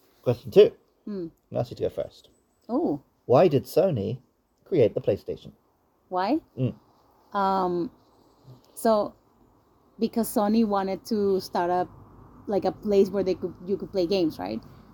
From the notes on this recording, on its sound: This episode was recorded in-person on the side of a temple.